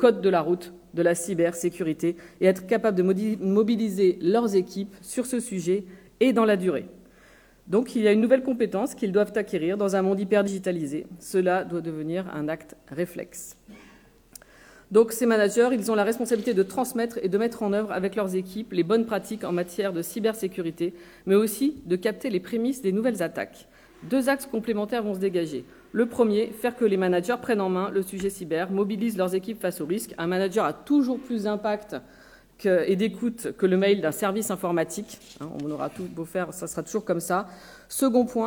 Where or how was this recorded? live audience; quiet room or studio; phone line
live audience